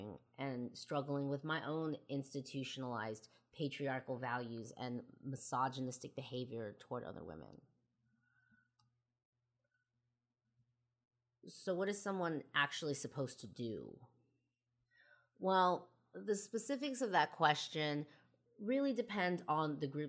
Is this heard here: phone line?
no